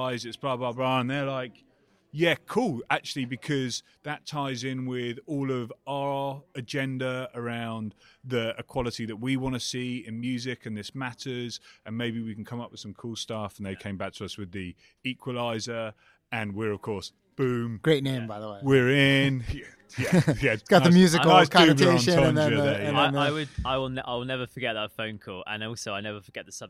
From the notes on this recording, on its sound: live from Advertising Week New York